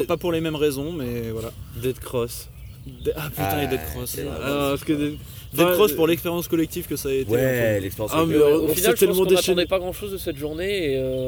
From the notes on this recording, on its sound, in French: Les Enjoyés au Hellfest 2018. Il s'agit d'une review collective entre amis, enregistrée sur place, au jour le jour pendant le festival.